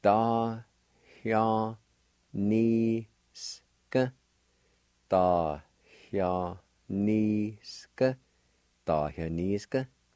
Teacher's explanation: there's a faint H sound after the A in between the Y